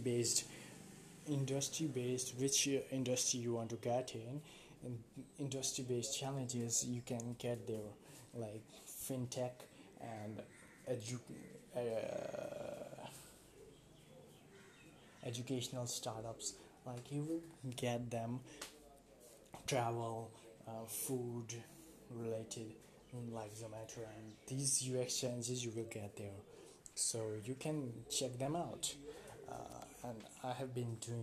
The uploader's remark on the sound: Sorry for the low voice I didn't had a clear idea on what pitch I should talk in the episode because I was using different mic.